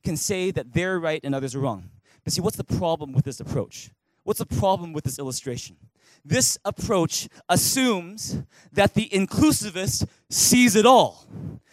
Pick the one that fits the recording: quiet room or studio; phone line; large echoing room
large echoing room